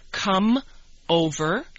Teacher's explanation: we don't put any pause between the two words, but instead we link them or connect them so that they sound like one word · Term: linking